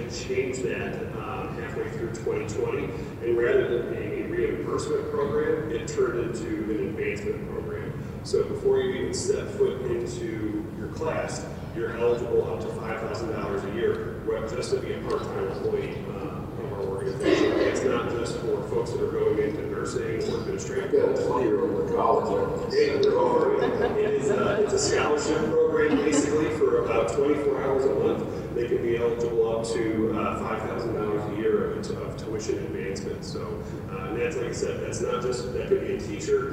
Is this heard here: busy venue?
yes